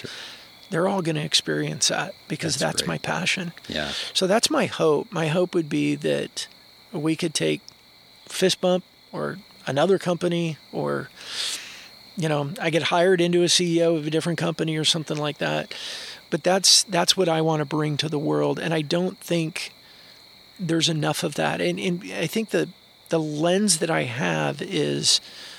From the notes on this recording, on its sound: fire pit in Suwannee, GA